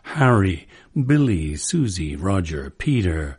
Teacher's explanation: with the stress on the first syllable · Term: trochaic